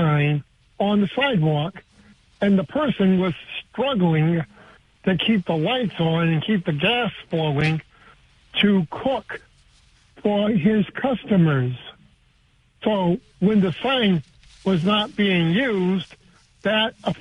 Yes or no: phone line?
yes